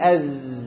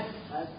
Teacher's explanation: طرف اللسان محطوط على السنتين اللي تحت اللي قدام، وسايب مسافه هنا صغيره هيخرج منها حروف الصفير الصاد والزاي والسين.